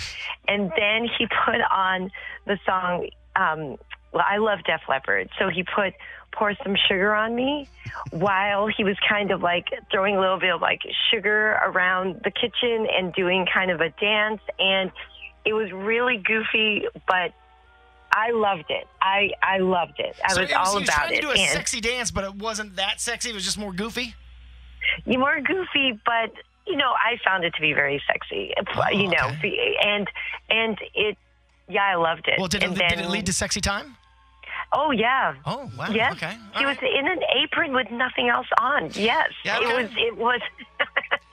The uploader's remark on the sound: people call